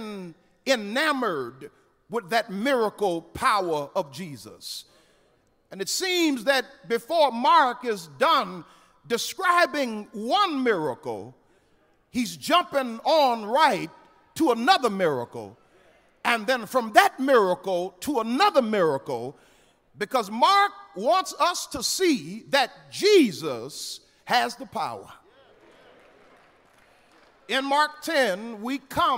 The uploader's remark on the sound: Lilly Grove Missionary Baptist Church, Houston, TX.